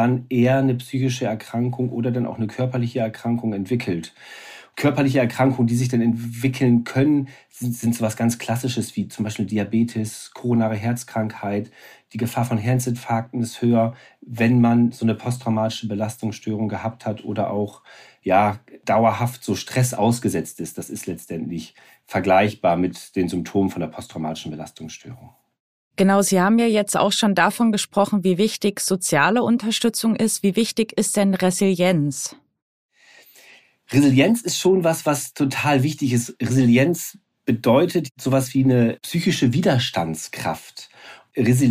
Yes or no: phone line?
no